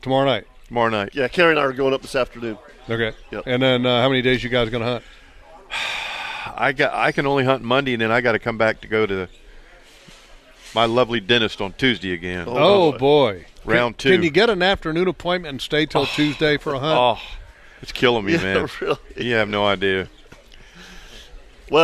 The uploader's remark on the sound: LIVE from Standard Feed and Seed. They weren’t at the studio…they were live at Standard Feed and Seed in downtown Jacksonville (1236 Kings Rd) for their 77th Annual Extravaganza!